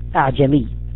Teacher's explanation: حرف التسهيل هو بين الهمزة والألف · Term: الهمزة المسهلة